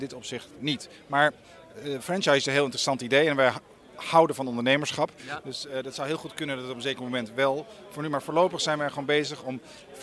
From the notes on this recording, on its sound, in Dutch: Ik sprak hem op TNW Conference 2017.